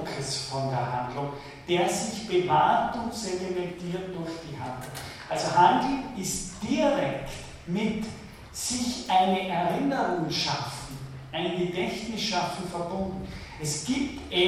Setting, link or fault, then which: setting, large echoing room